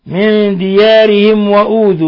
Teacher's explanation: ميم ساكنة جاء بعدها الواو الحكم التجويدي إظهار شفوي بل هو من أشد حالات الإظهار الشفوي